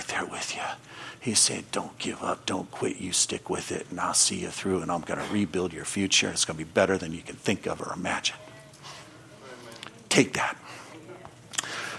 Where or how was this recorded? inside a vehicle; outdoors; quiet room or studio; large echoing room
large echoing room